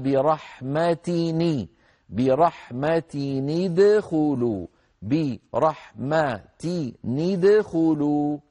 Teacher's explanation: تحرك التنوين بالكسر للتخلص من التقاء الساكنين